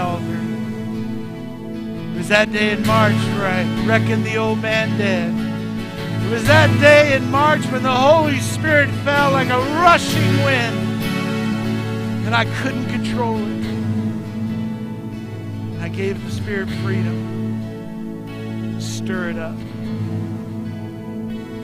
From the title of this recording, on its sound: Mt. Zion Church Live!